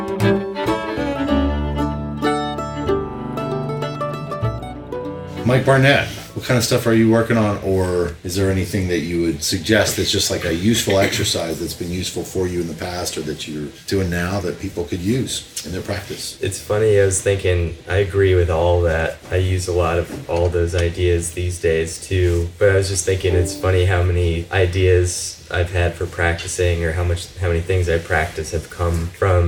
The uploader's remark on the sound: live at the 2015 Creative Strings Workshop in Columbus, OH.